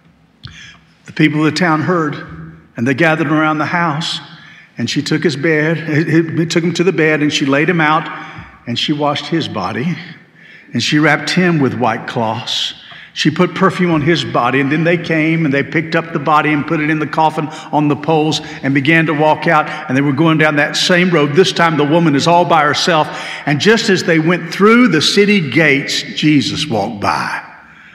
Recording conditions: large echoing room